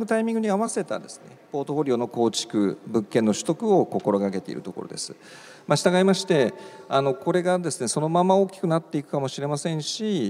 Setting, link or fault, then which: setting, live audience